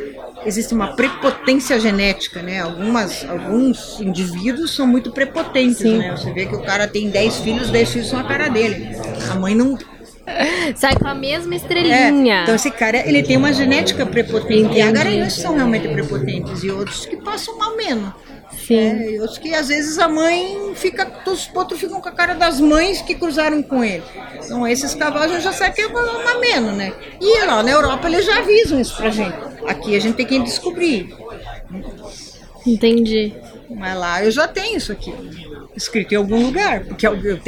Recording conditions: busy venue